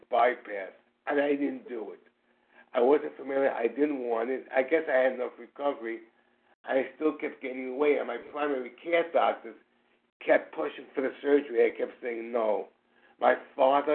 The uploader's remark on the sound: Qualification from the 100 Pounders Phone Meeting.